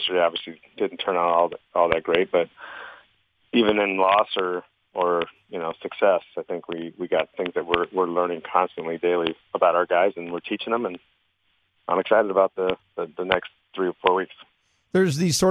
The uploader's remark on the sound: Called in to the Ben and Skin show.